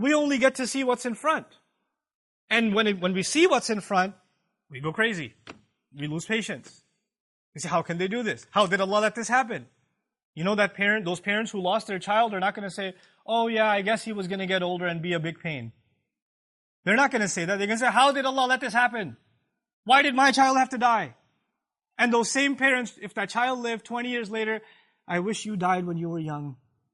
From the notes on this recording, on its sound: This Khutbah was recorded on October 6th, 2017 at the Euless Campus